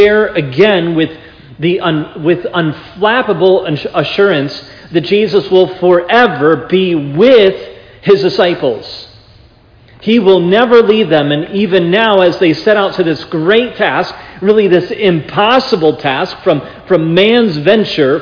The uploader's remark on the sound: This sermon was preached at Providence Church on October 30, 2022.